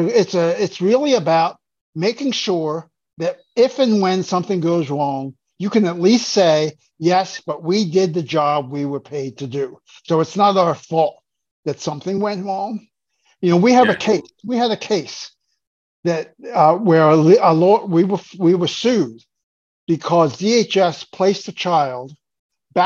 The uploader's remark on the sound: spoke with us via Zoom